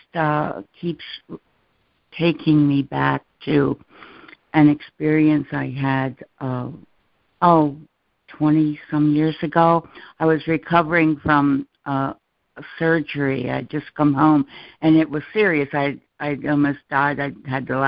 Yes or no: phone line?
yes